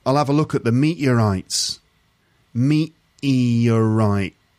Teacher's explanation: Sometimes it's like the T just disappears completely, and other times it gets replaced by a sort of an sound.